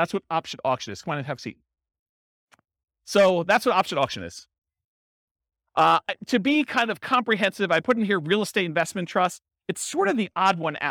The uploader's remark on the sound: This was a live class recorded